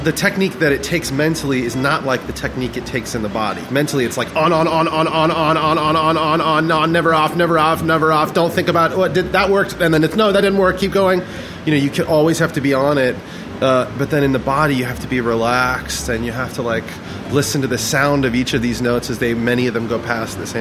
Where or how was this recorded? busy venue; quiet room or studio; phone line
busy venue